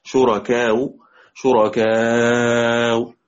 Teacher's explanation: همزة مضمومة يجوز فيها الروم، تسهيل مع روم